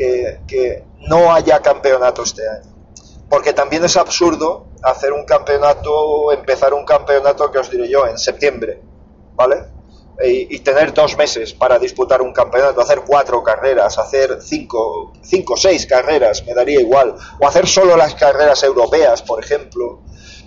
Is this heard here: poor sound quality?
yes